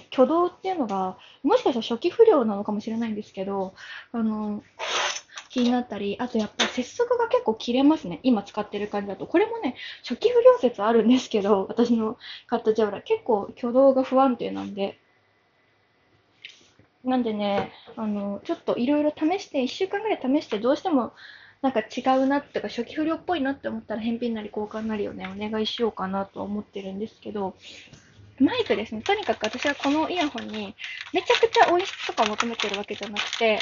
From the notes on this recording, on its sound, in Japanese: Jabra elite 75tを買ったぞ！！※本機で録音。歩きながら＆掃除しながらで雑音こんな感じです。